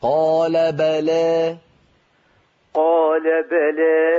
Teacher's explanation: بلى الباء مفتوحة والتقليل يبدأ من فتحة اللام